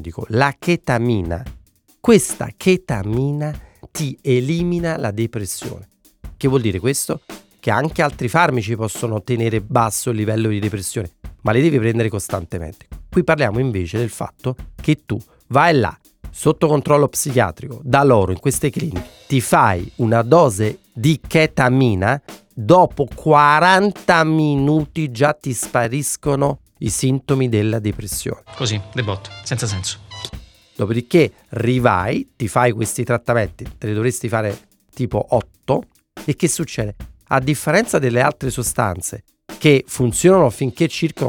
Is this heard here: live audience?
no